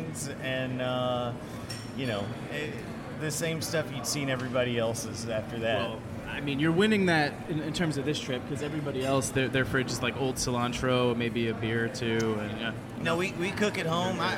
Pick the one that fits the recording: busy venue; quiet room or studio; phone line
busy venue